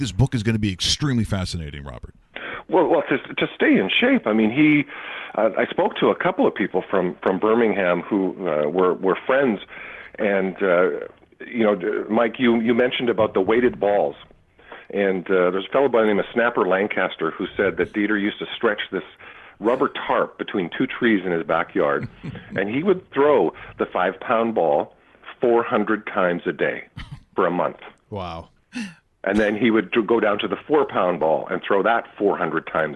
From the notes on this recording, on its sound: On today's show, we are joined on the phone